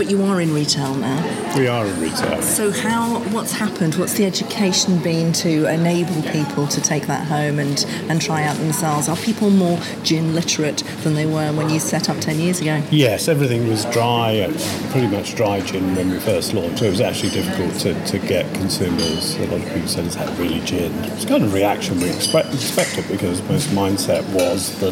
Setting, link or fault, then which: setting, busy venue